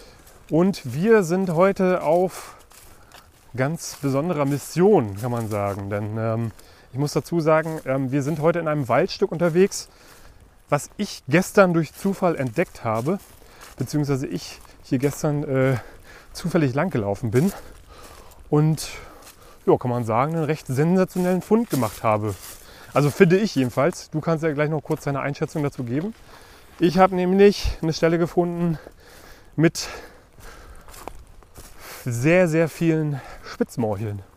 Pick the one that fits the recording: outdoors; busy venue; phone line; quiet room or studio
outdoors